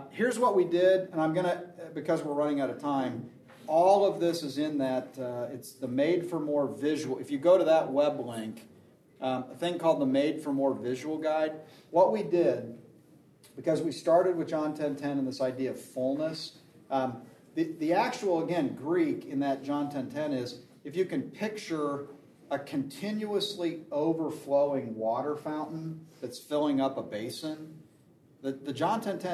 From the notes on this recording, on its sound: This episode is from Exponential, recorded at the National Disciple Making Forum.